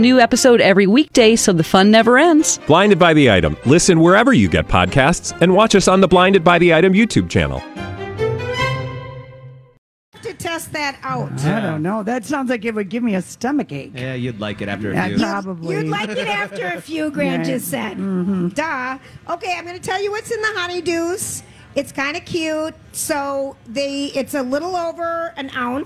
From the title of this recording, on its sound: Day 1 at the MN State Fair